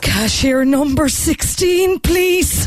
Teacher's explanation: In this really breathy, stressed voice